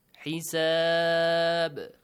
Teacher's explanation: When you stop here, the tanween of ba changes to sukun, and the letter ba is a sakin ba, and the rule qalqala, echoing sound, must be applied here.